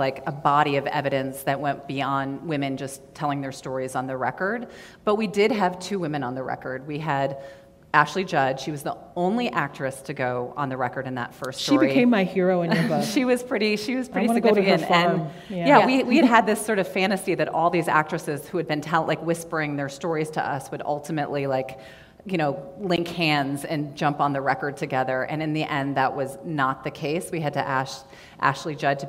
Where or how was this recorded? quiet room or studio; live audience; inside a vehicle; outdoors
live audience